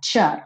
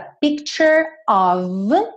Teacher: Esse T do picture tem um som de tch